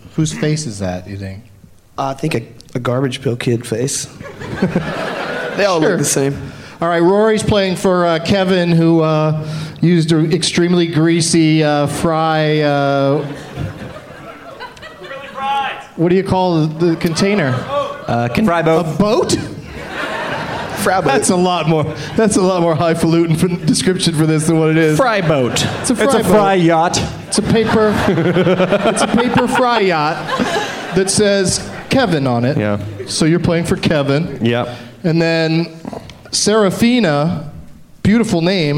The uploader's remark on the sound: Podcasting live from Bumbershoot